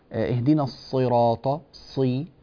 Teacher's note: بالنسبة للصاد، اهدنا الصراط، صي، أعطي الصاد حقها من التفخيم، لا تجعلها سينا